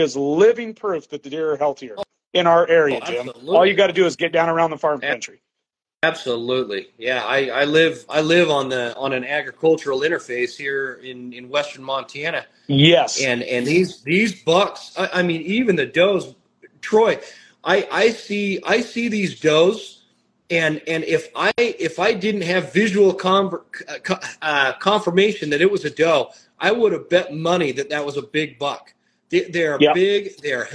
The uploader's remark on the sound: This episode is the audio from an Instagram Live session